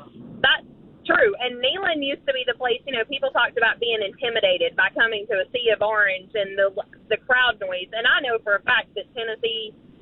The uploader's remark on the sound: taking more of your phone calls